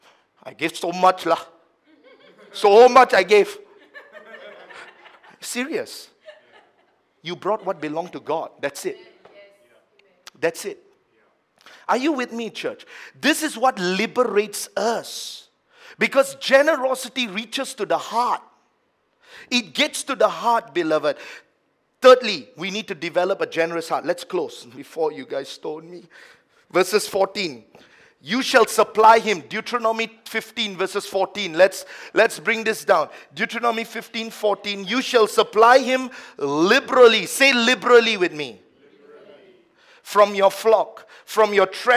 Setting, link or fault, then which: setting, large echoing room